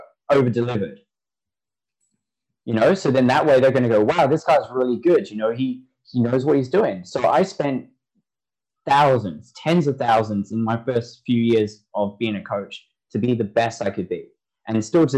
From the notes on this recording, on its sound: Apologies for low audio quality, Zoom wasn't the best.